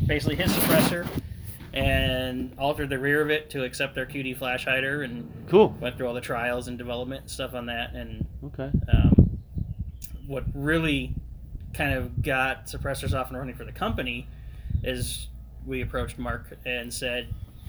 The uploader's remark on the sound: This audio is un-ediited, it was recorded outdoors with my phone sitting on a table, and there is some wind noise.